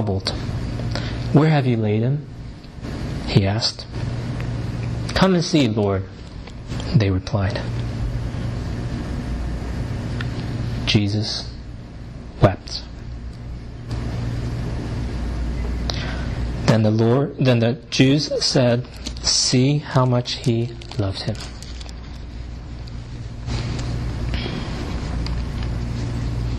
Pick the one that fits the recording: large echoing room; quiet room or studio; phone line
large echoing room